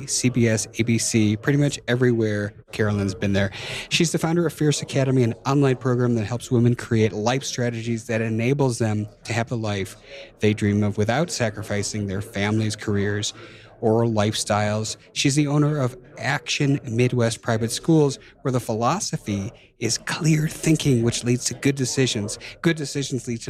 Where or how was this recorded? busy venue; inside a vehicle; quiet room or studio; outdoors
busy venue